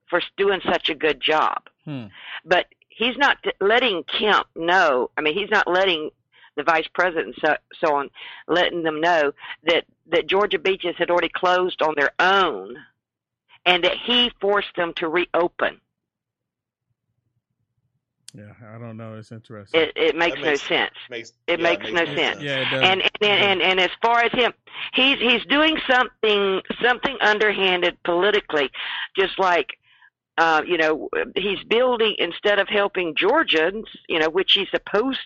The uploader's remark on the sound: The callers that call